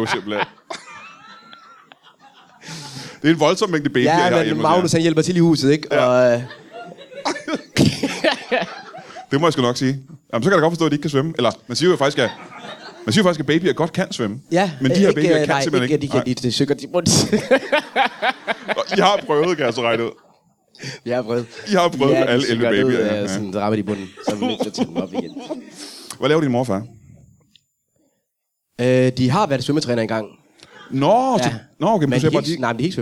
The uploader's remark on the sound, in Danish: LIVE fra Zulu Comedy Festival